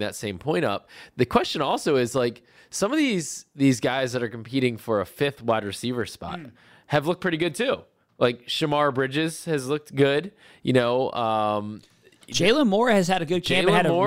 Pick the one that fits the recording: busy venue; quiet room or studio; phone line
quiet room or studio